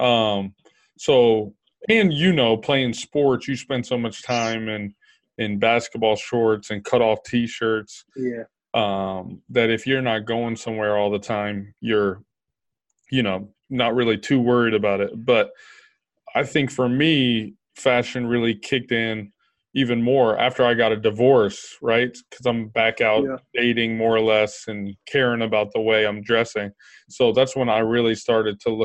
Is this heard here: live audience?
no